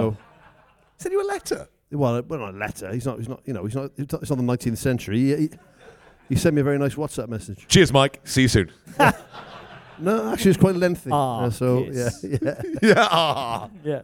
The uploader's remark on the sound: This week’s episode was recorded live at the Pod Live festival in London.